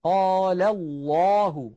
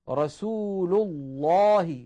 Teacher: تفخم لام لفظ الجلالة التي هي كلمة الله إذا سبقت بفتحة أو بضمة، نحو قال الله، هنا لفظ الجلالة سبق بفتحة، رسول الله، · Term: تفخيم لام لفظ الجلالة